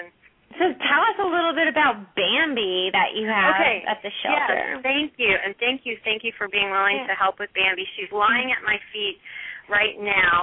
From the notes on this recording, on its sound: open up the lines for listeners to call